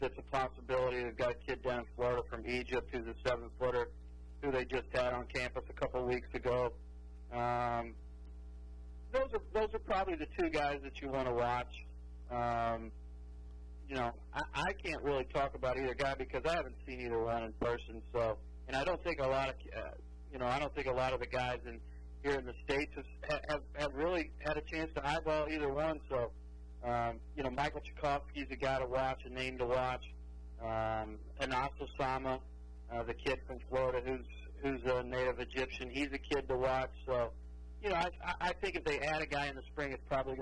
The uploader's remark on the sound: We are joined in studio. On the phone.